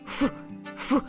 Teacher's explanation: Нижняя губа к зубам прижимается. · Еще этот звук глухой, потому что он состоит только из шума. А если голос добавить, то получится совсем другой звук. · Term: звук Ф